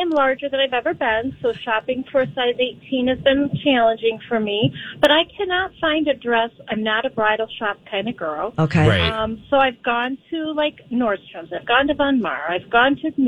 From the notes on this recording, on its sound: MyTalkers call